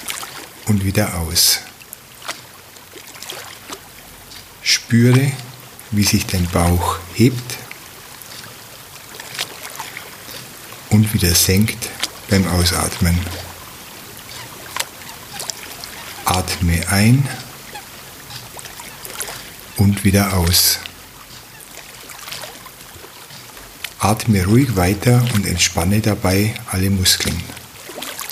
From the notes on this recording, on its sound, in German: eine 30-minütige Aufnahme des Tegernsees mit Enten und Vogelgezwitscher